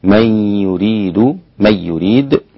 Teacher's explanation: أسقط الغنة خلف عن حمزة